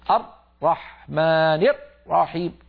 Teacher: مثلا نسمع من بعض الناس المبتدئين يقول الرحمن الرحيم لما ينطق الراء يقفل مخرجها جدا ويقطع الصوت · Term: حصرمة الراءات